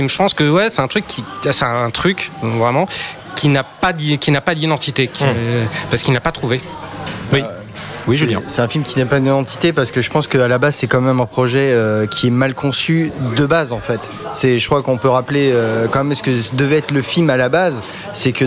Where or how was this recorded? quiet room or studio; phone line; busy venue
busy venue